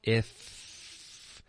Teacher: 你的 F 的音是一个摩擦音下唇贴着上齿